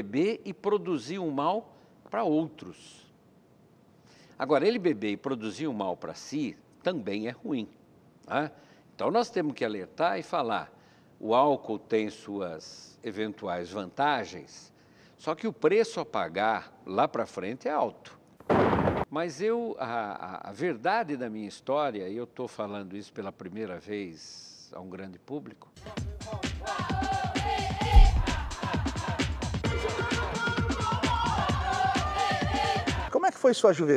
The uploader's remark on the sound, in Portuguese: para um grande público